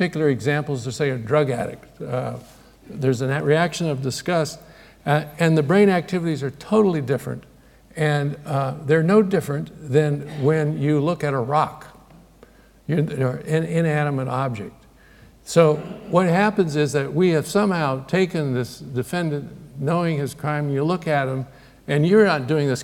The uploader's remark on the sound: Recorded 22 October, 2009 at the Playfair Library Hall, the University of Edinburgh